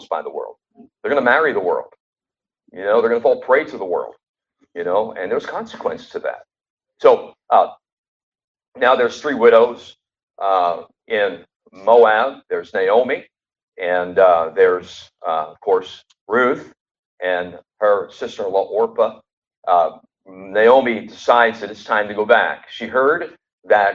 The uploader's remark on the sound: Sorry about the sound....We should have it better next week.